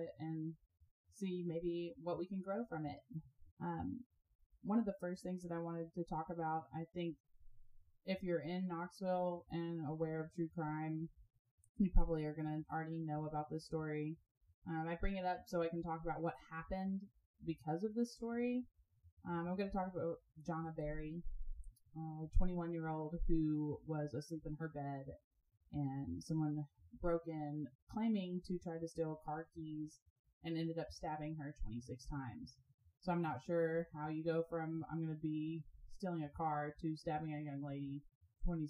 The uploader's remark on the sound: the sound quality which we are working